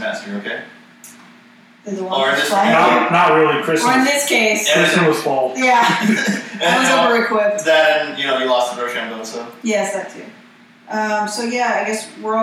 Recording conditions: poor sound quality